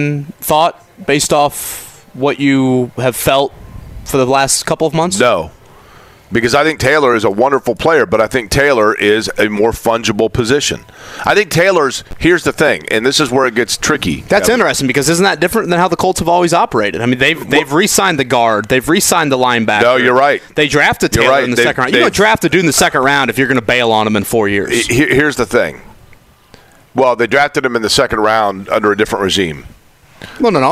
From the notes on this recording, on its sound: Join us at Colts Camp. Joins us at Colts camp.